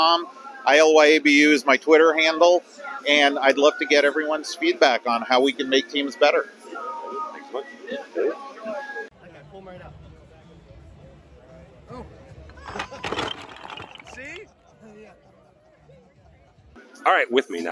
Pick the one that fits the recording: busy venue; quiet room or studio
busy venue